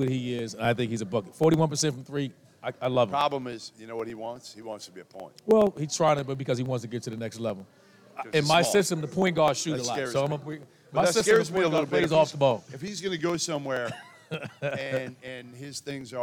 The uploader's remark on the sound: Live from NRG Stadium in Houston!